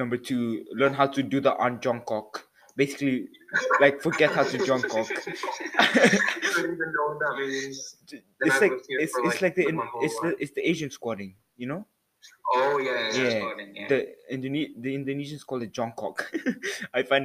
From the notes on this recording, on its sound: Sorry for the audio quality if you struggle to hear anything that was said...